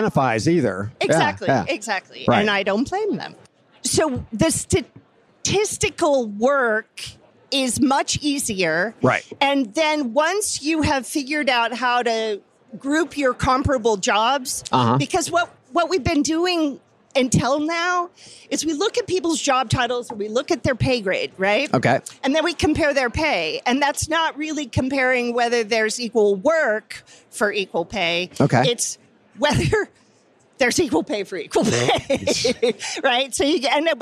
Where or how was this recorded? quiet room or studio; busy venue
busy venue